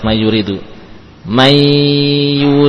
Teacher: Tapi sifatnya masih tersisa sedikit, yaitu sifat gunnah.